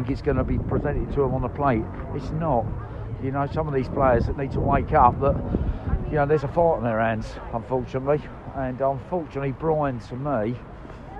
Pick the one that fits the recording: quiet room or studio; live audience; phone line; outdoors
outdoors